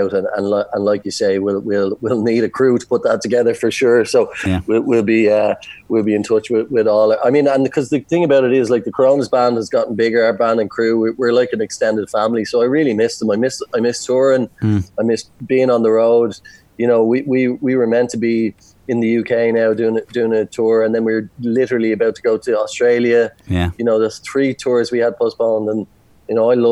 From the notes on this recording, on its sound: Via Zoom about lockdown in Dingle.